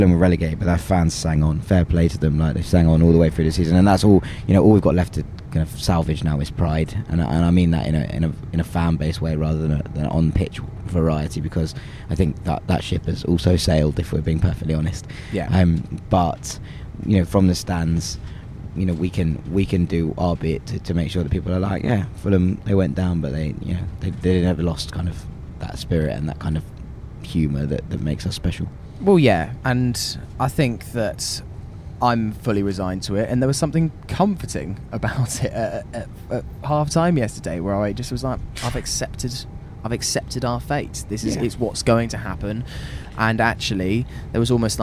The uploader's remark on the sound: Recorded on the train back from the South Coast.